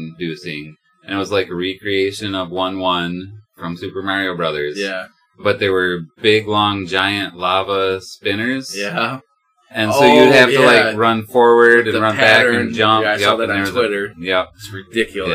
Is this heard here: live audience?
no